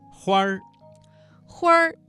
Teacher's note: 花儿这个词当中的花字加了一个卷舌音，变成了儿化音